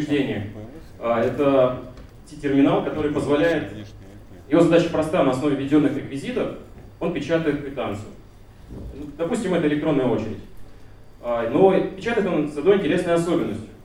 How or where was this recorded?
large echoing room